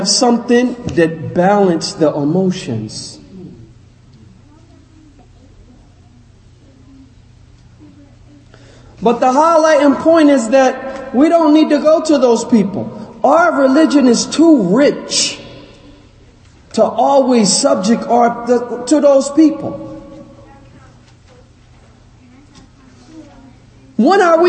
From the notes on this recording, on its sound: Lecture given at Masjid Nur Allah, Queens, NY